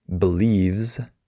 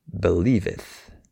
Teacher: I like that extra syllable, that ith at the end of verbs. · Shown in: second take